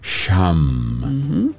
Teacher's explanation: la SH se pronuncia un poco aspirada como sham, de una manera que no sea demasiado lenta ni demasiado rápida y se adapte a nuestro ritmo respiratorio calmado.